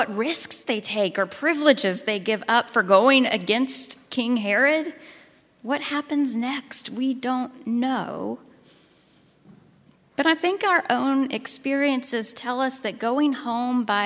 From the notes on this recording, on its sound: at Highland Baptist Church, Louisville, Kentucky